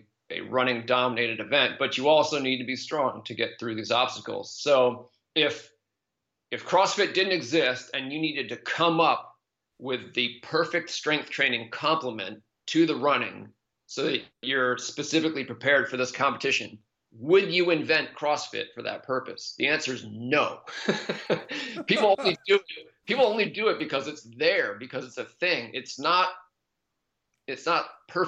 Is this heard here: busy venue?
no